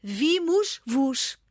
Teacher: com o vos mantém o S